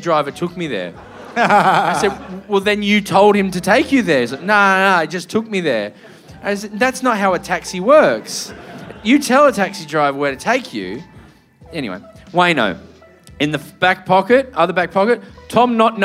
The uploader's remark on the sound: Live From The Rhino Room Adelaide